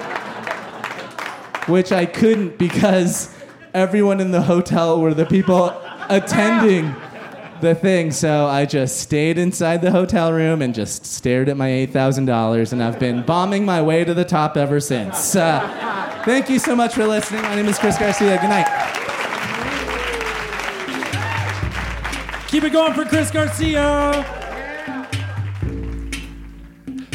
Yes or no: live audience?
yes